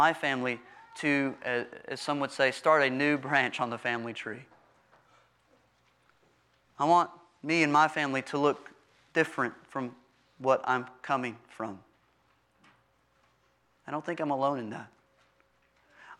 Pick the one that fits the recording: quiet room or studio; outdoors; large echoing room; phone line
large echoing room